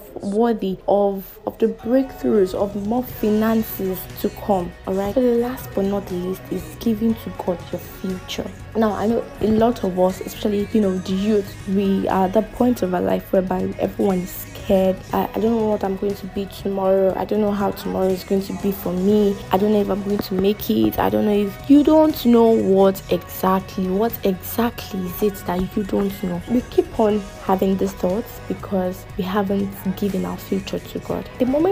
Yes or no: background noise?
yes